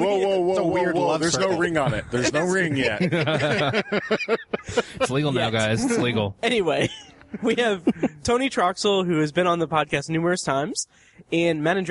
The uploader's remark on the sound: recorded live outside a bookstore